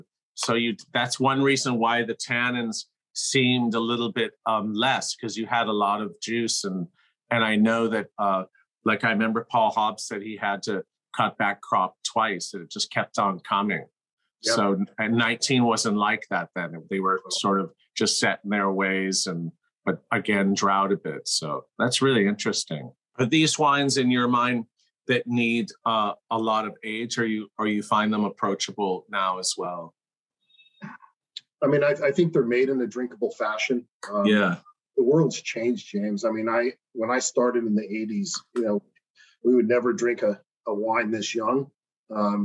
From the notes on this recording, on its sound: Zoom interview